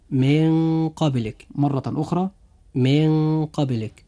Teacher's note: نجد كلمتي من قبلك، من تنتهي بحرف النون، وقبلك تبدأ بحرف القاف، وحرف القاف هو من الحروف 15 التي قرأناها لحضراتكم. فإذا جاء حرف القاف بعد النون الساكنة مثل هذه الكلمة فيجب أن يكون فيها إخفاء، فننطقها هكذا من قبلك.